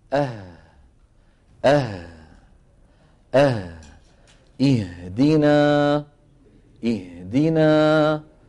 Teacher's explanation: الهاء تخرج بانفتاح الوترين انفتاحا جزئيا